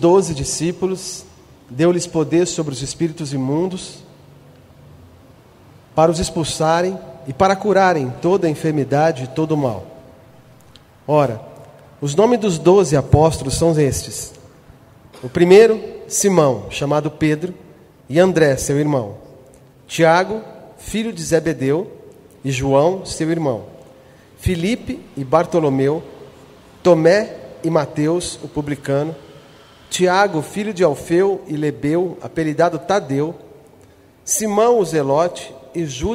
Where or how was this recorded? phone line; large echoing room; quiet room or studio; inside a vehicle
large echoing room